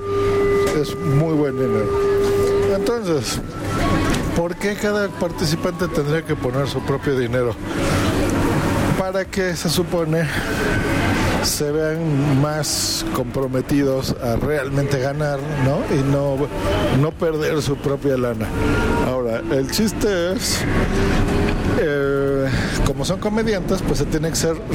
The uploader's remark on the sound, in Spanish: Desde el metro de la CDMX. Ultragain Pro MIC2200.